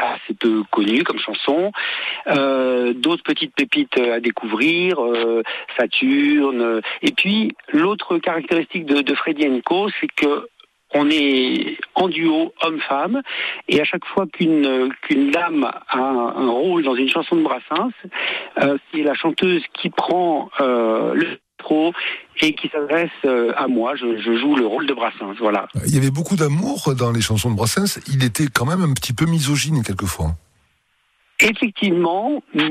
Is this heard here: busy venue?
no